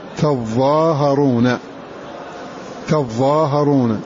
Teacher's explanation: وابن عامر يقرأ فتح التاء والضاء مع تشديدها وإثبات ألف بعدها